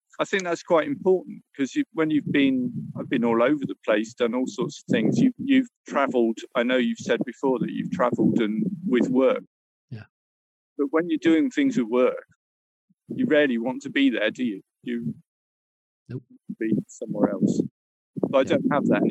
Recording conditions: wind noise